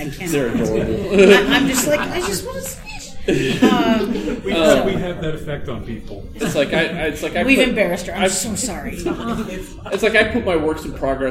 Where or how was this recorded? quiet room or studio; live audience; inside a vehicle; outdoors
live audience